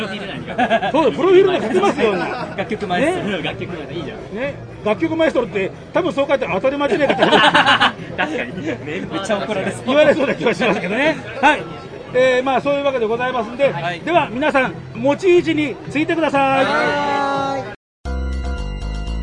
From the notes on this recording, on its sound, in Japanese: 名古屋・栄の池田公園を会場に開かれた、NLGR+(NAGOYA LESBIAN & GAY REVOLUTION PLUS )2023で。ブースに押しかけての収録シリーズの後編です。